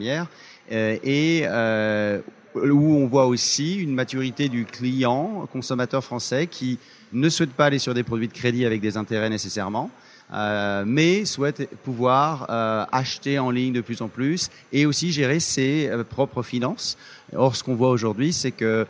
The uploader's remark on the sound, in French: CB News, partenaire média historique du salon, a été prendre le pouls de la relance, dans son studio au coeur de ce forum annuel des start-up et de la technologie. Enregistré en direct du salon.